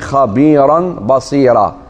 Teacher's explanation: وترقيق الراء في قوله خبيرا بصيرا